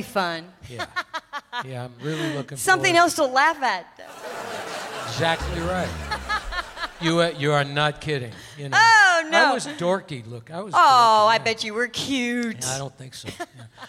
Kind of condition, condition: setting, live audience